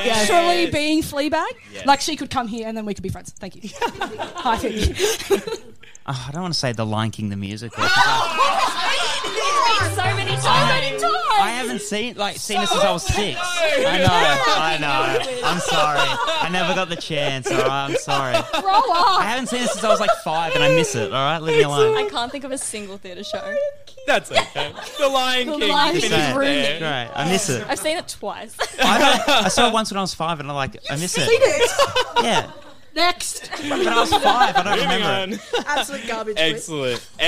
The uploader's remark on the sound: for a live Q&A session at Meraki Arts Bar